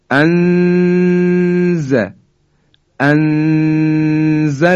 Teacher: ما در حقیقت ابتدای مخرج زا هستیم در حالی که نون رو هم مخفی کردیم به این شکل انز انزلنا، که دو حرکت هم قنشو، یعنی اون صدایی که در فضای بینی هست، بایستی حتما انجام بدیم. · Term: اخفا